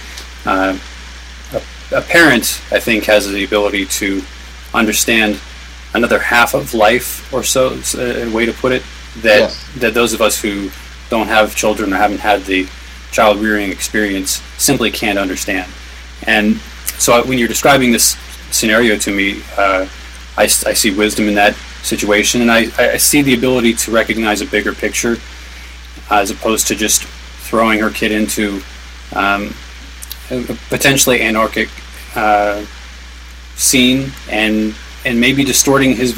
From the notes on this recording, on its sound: Live from Occupy Wall St. Zuccotti Park.